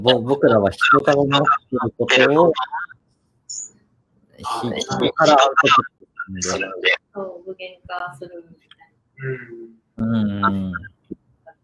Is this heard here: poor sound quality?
yes